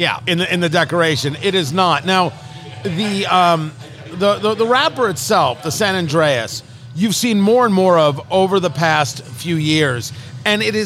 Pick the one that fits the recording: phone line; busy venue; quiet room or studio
busy venue